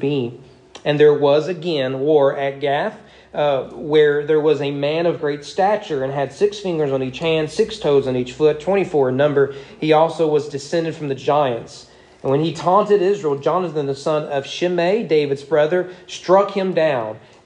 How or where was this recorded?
large echoing room